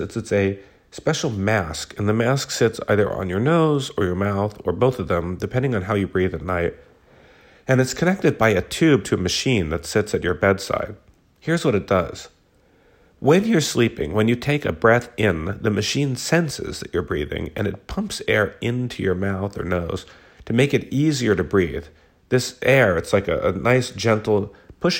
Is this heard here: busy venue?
no